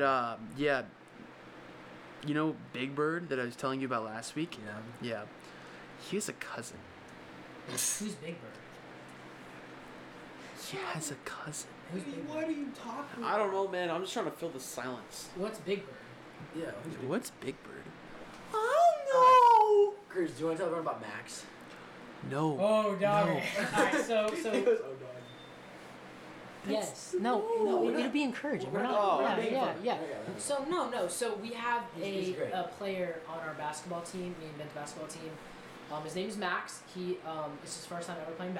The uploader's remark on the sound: Sorry the audio is bad our mic is so good it picked up the fan the whole dang time